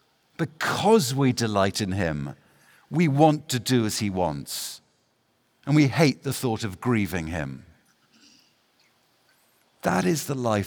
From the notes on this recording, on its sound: The following message was given at the Ligonier 2023 National Conference.